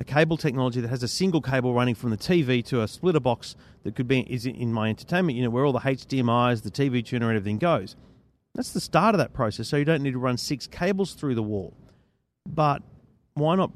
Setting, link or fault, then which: setting, busy venue